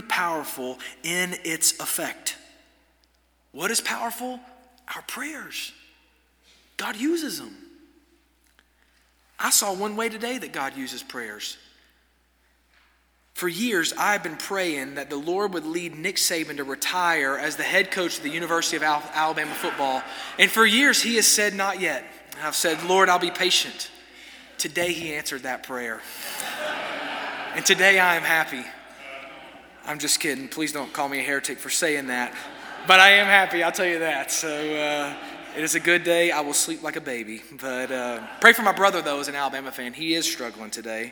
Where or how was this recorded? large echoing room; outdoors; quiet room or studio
large echoing room